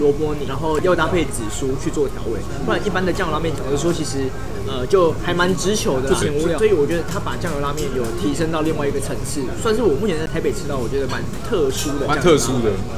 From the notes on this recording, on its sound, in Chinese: 本集白噪音指數：柔風級 3/5。錄音地點：小川拉麵台灣分店。